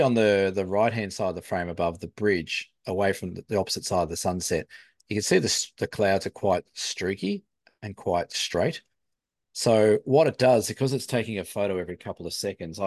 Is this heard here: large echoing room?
no